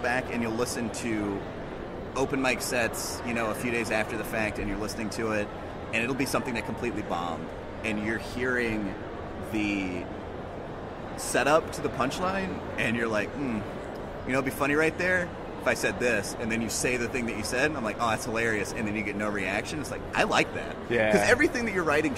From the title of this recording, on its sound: LIVE from Galaxycon!